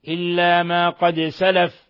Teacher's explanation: الدال تقلقل لسكونها